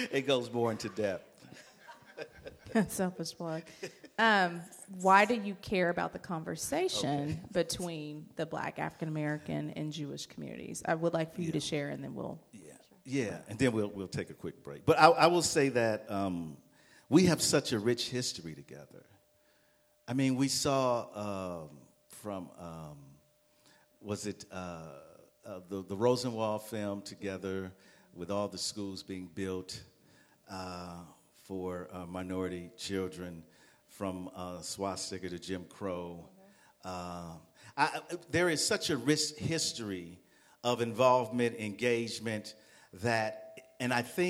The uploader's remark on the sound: A live podcast recording followed by dinner and conversation to bring together the Black/African-American and Jewish Communities.